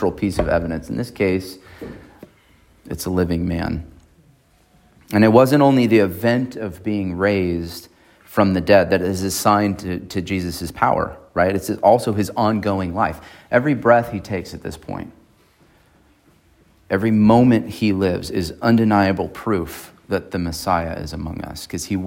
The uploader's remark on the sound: on April 30, 2023 at Emmanuel Baptist Church in Fallbrook, California.